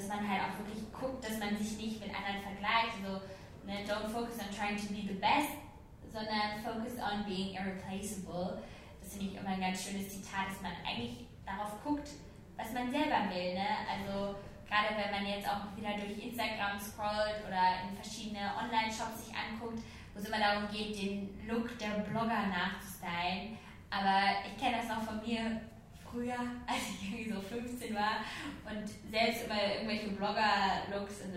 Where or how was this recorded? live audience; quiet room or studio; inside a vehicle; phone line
live audience